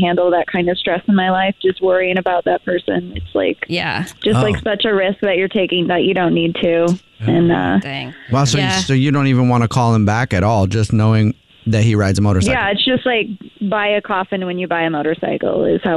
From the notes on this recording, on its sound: We get that other person on the phone